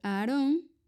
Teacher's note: el nombre Aarón es un hiato porque las A se pronuncian separadas. Aarón.